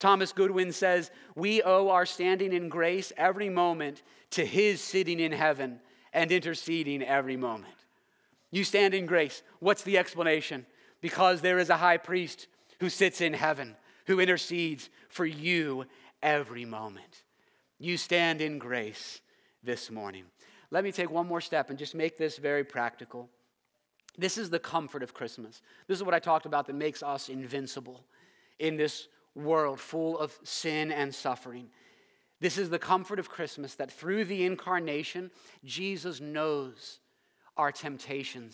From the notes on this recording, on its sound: preached this sermon at Covenant Fellowship Church on December 25, 2022.